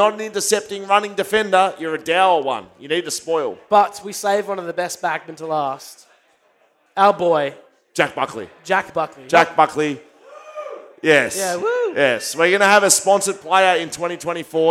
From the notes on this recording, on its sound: Live at the Paddo. The first ever live BackChat Podcast - doing all the same same, but in front of thousands and thousands.